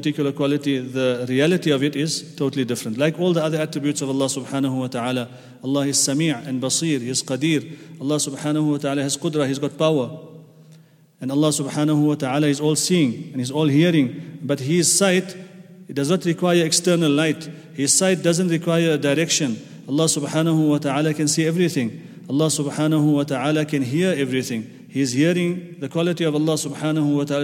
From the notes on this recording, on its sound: at the Houghton Masjid (West Street)